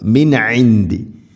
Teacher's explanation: സാക്കിന നൂന് ശേഷം ഐൻ ഇദ്ഹാർ ചെയ്യണം, വെളിവാക്കി ഉച്ചരിക്കണം. മിൻ ഇൻദി ഐന്ദില്ല നൂനിനെ അവ്യക്തമാക്കി മണിക്കണം.